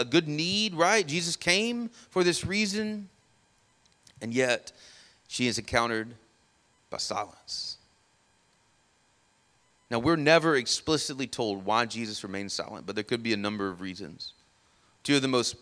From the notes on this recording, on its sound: Sermon audio from our morning service